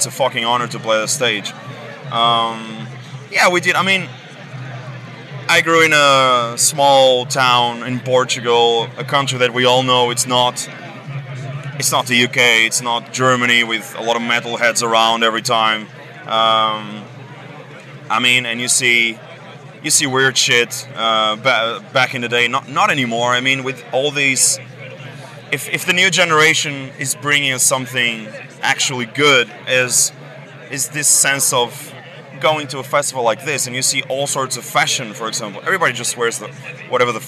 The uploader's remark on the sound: From our 'Live from Bloodstock 2023' series.